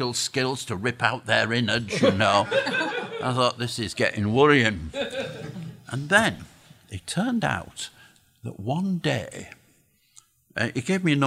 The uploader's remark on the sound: Recorded live in front of audience. We’re still recording the show at the Showroom Cinema in the heart of Sheffield.